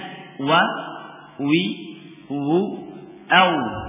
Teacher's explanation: Kemudian yang kedua, makhraj yang kedua dari makhraj syafatain adalah waw, ba dan mim, yang terbagi menjadi dua, waw dengan infitah dibuka dua bibirnya